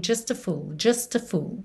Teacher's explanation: Uma das raras ocasiões que a gente está ouvindo o T de just.